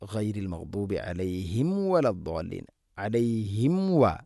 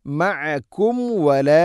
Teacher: മീമിനെ പൂർണ്ണമാക്കി അഥവാ രണ്ട് ചുണ്ട് തമ്മിൽ തട്ടിച്ച് പൂർണ്ണമാക്കി ഉച്ചരിക്കണം.